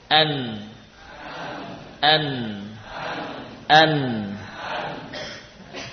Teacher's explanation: huruf nun berasal dari ujung lidah. Ujung lidah paling depan dengan gusi.